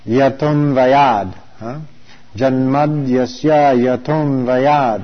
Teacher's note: by rules of Sanskrit sound changes, that AH changes to an O and the A becomes dropped, and that dropped A is represented by this little apostrophe.